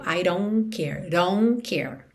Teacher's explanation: Então, I don't, esse D de don't pode virar rarara, I don't care, I don't care. E o T de don't a gente não escuta nada, viu? I don't care, don't care.